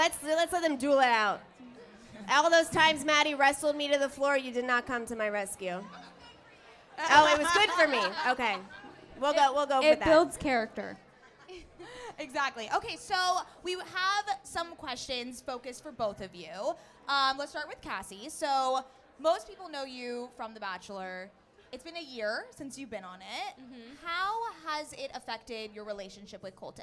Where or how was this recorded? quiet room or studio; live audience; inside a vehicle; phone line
live audience